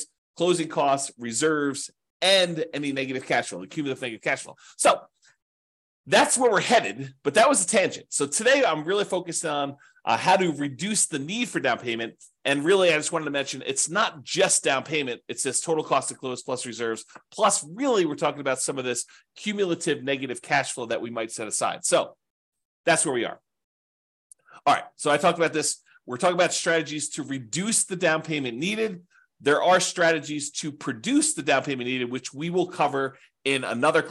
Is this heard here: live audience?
no